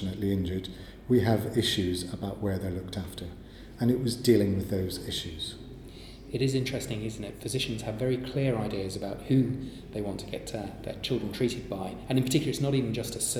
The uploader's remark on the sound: at the London Trauma Conference